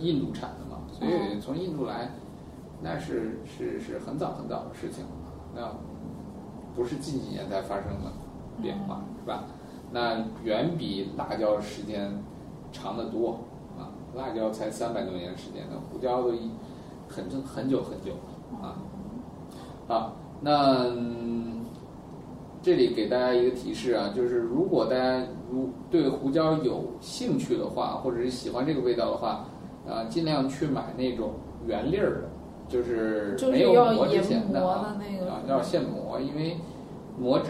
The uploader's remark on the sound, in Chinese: 本期节目为在张大妈办公区用录音笔录制，可能有街道上的杂音，请见谅。